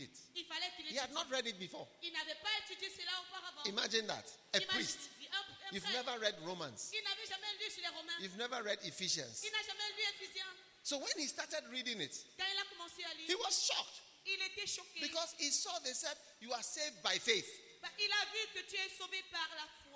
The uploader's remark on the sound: Preached at the Bafia Pastor's Conference, Cameroon.